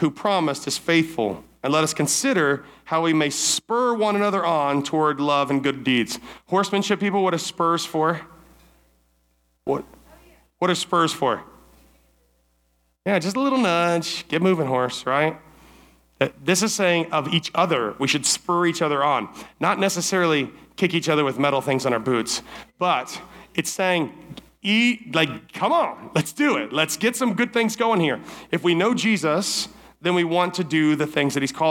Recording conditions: live audience